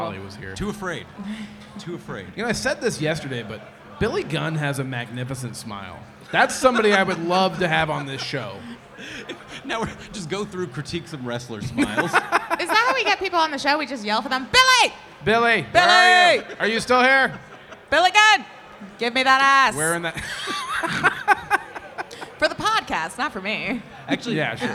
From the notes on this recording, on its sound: a live episode on the Podcast Movement stage at Starrcast